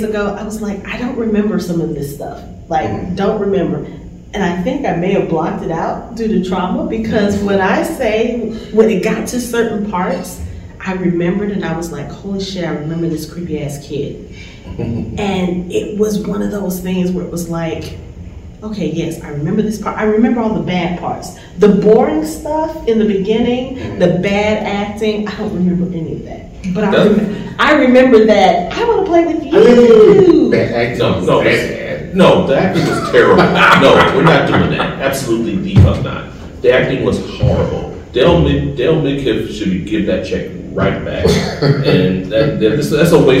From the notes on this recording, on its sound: Recorded live from Monsterama Con in Atlanta.